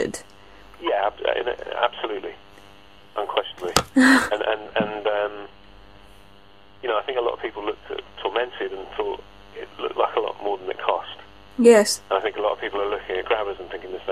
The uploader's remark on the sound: phone conversation